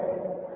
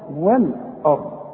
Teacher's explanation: اللام رققها والهمزه رققها، وفخم الراء · Term: الهمزه لازم ارققها